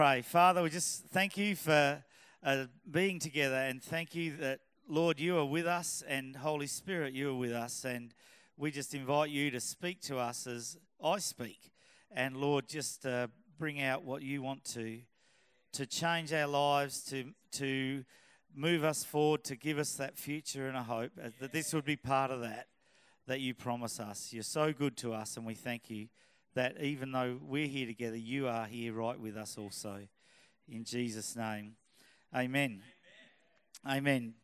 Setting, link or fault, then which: setting, live audience